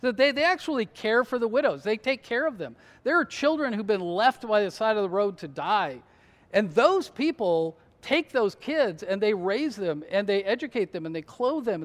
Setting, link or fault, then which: setting, large echoing room